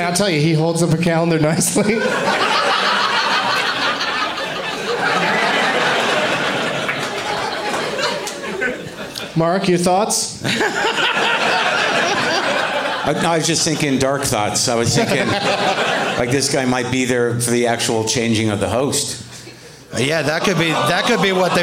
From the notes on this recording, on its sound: Live from Comedy on State in Madison